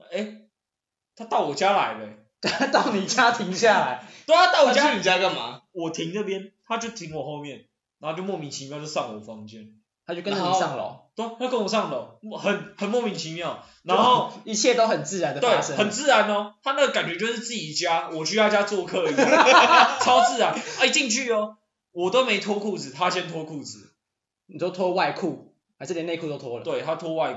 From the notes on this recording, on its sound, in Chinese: 因為還在各種嘗試錄音方式，音質可能會有落差。